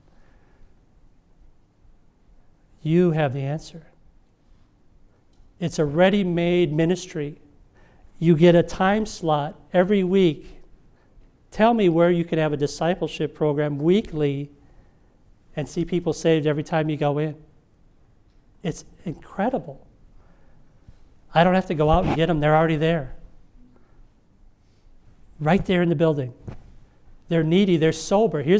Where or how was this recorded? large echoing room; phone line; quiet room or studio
large echoing room